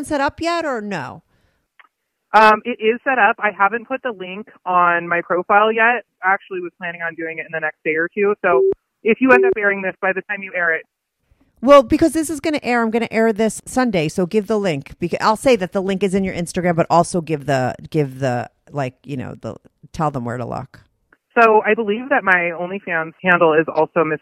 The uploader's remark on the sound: she called in to talk all about it